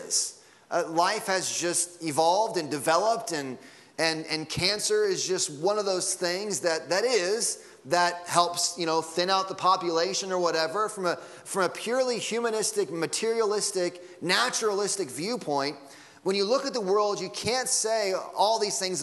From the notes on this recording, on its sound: Sunday Morning Sermon Audio.